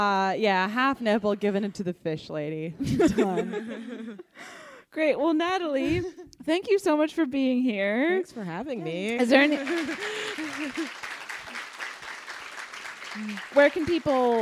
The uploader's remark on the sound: live episode recorded at Drafthouse Comedy Theater in Washington DC!